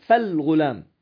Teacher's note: تلفظ الهمزة ولكن عند الوصل تحذفها · Term: همزة وصل